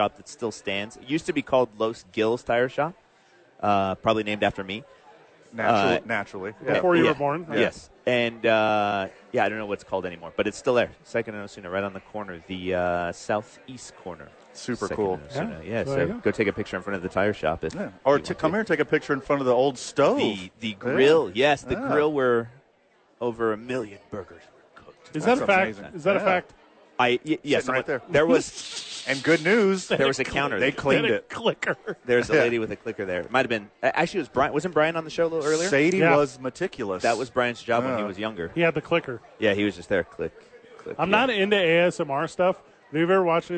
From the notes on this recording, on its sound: live from Sadies on 4th!